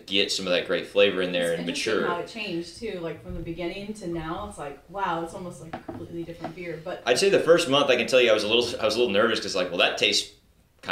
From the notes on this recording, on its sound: we recorded at Back Pew Brewing in Porter, TX for their 5 year anniversary